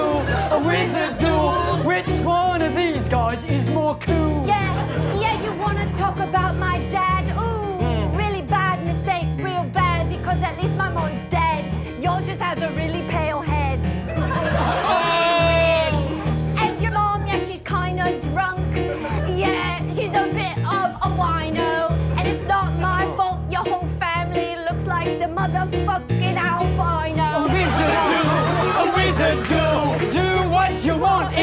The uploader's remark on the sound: A wild, fast-paced montage of the first Harry Potter film with a raucous, sold-out crowd!